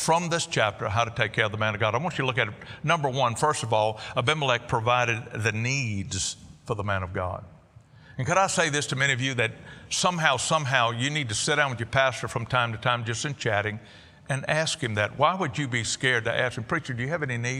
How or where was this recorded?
large echoing room